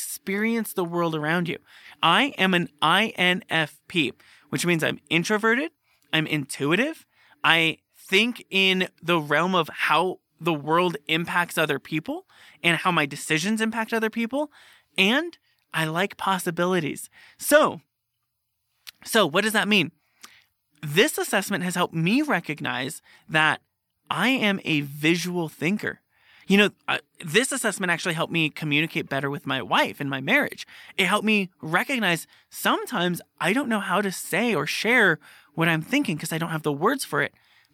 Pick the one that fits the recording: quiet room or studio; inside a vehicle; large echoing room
quiet room or studio